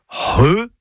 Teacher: C'est le C'H, qui sert à écrire le son RE, et donc pas CHE ni QUE, c'est RE. C'est un gros H aspiré.